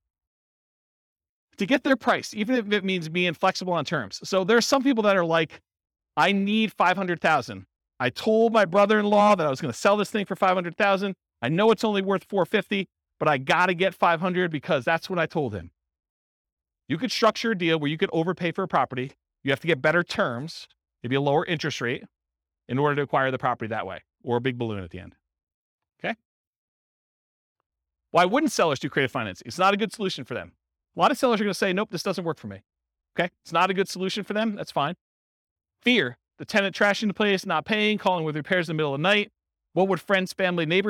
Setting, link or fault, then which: setting, live audience